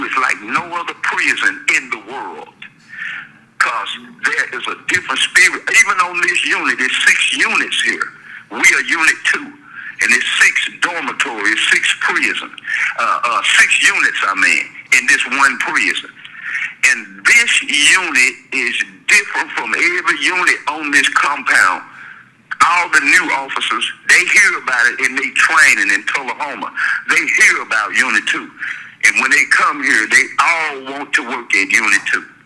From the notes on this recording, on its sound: will be with us, via cell phone, in this podcast